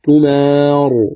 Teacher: وإذا وقفنا نقول تمار بالتفخيم